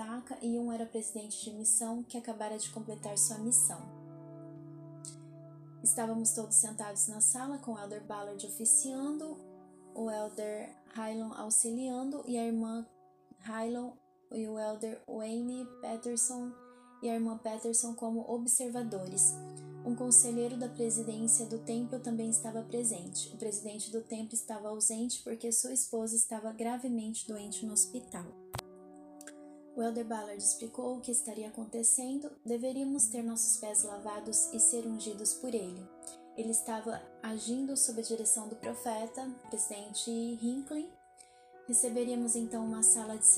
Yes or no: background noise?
yes